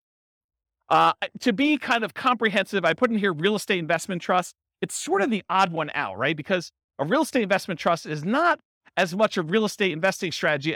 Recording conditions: live audience